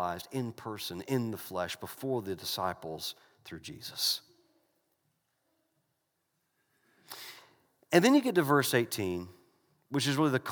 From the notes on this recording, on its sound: This message was delivered during the Sunday morning gathered worship service in December 2019 at Covenant Baptist Church, Valdosta, Georgia.